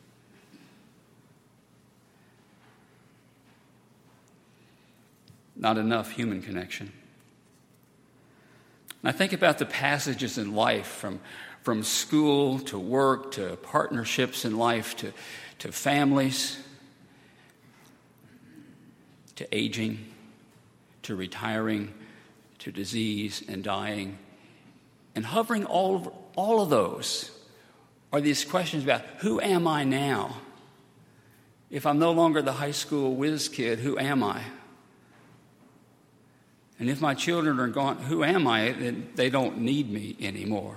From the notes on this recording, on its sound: on Sunday, August 12, 2018, at Highland Baptist Church.